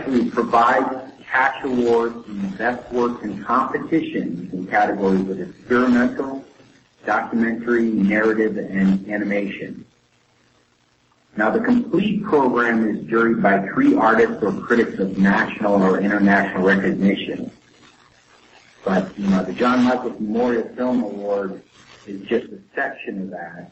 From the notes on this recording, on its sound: Due to technical difficulties, there are audio distortions and a slightly early ending. Audio quality will improve eventually!